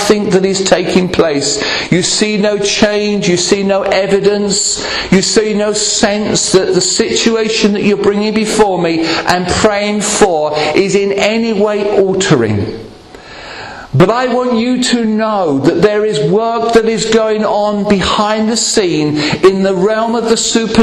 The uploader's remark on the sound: Recorded at Rayleigh Elim Pentecostal Church.